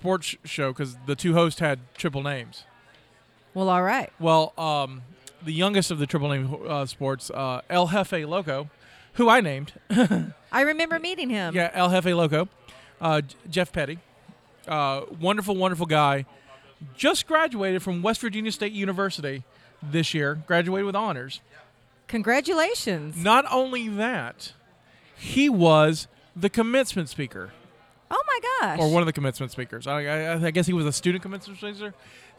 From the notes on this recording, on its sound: The Weekly Mopcast Mobicon 2018 Special Part 1. Are at Mobicon and decided to start recording at the table.